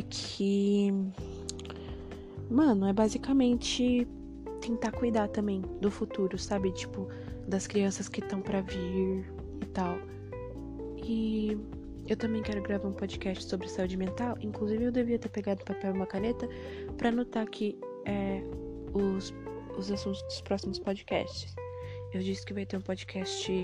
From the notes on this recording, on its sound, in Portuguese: Nesse EP tentei falar um pouco mais baixo. Foi mal pelos barulhos de fundo.